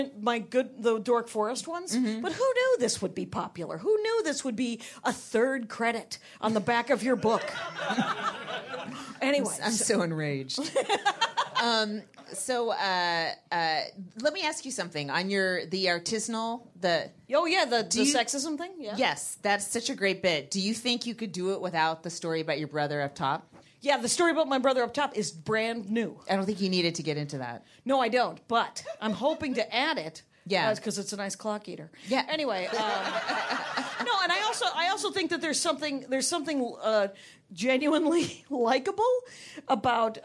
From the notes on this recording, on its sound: they are live from Flappers Burbank!